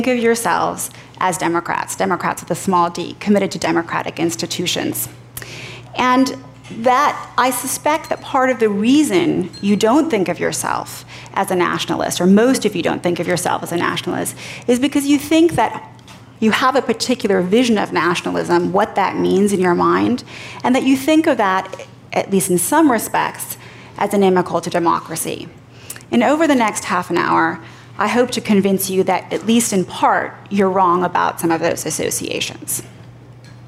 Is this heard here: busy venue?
yes